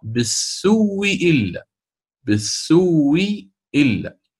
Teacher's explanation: على هذا سآتي أيضا بالإبدال فسأقرأ وسأبدلها واوا هذه الهمزة الأولى سأبدلها واوا وأدغمها في الواو التي قبلها فتصبح الواو مشددة